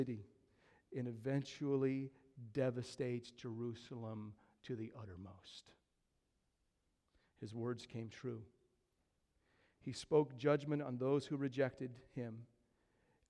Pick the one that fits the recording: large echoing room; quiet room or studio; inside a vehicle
large echoing room